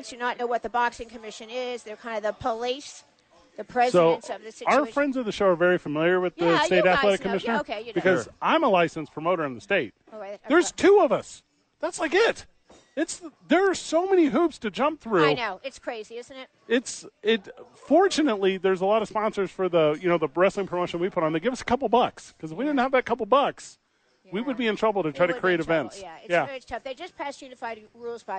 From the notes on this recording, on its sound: live from ABQ AXE